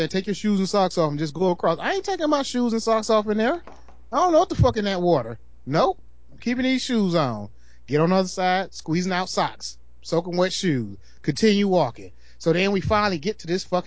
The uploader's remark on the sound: Forgive the sound quality